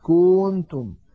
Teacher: الخطأ أن يمط ضمة الكاف فيقول مثلا كنتم